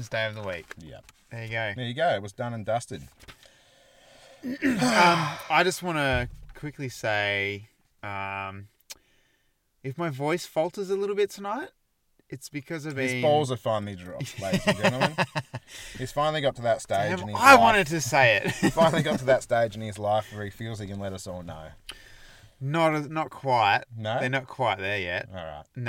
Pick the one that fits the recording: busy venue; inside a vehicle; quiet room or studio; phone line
inside a vehicle